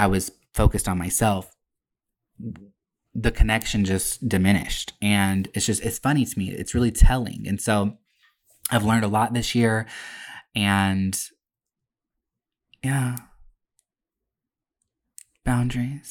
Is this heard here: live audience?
no